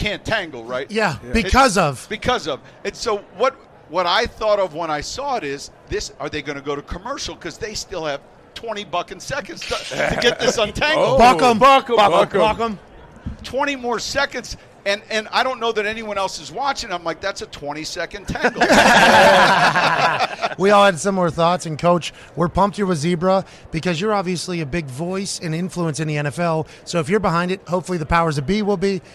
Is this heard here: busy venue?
yes